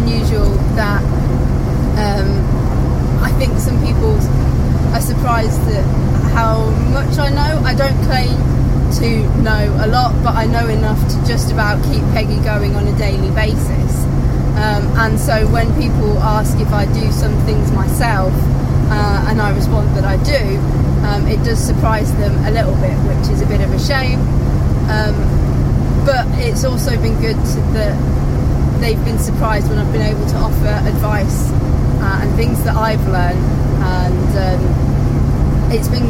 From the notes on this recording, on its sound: all recorded from my 1968 Morris Minor, Peggy